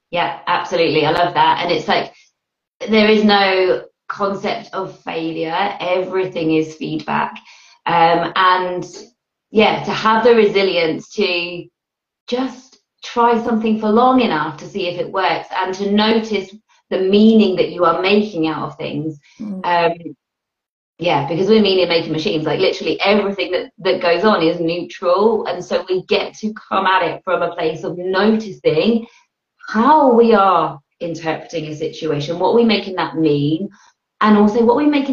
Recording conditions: video call